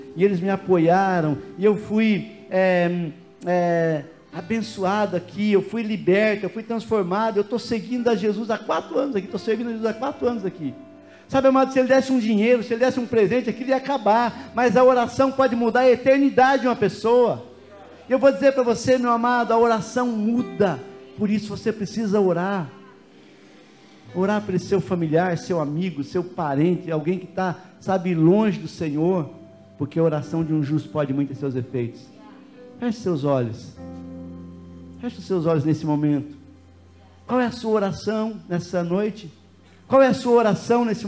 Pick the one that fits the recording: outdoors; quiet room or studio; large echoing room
large echoing room